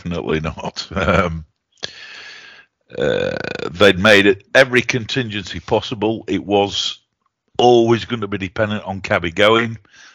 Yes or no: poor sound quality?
no